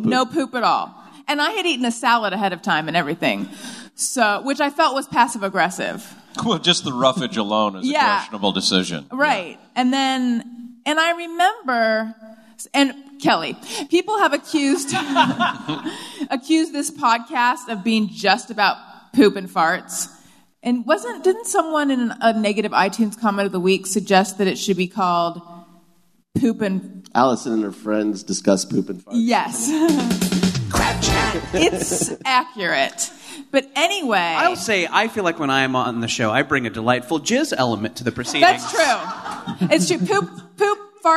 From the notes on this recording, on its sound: Live from Podfest. Live at the LA Podcast Festival.